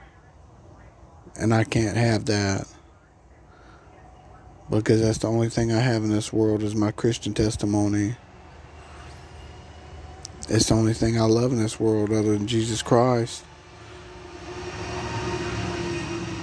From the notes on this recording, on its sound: I just rant while outside on the porch.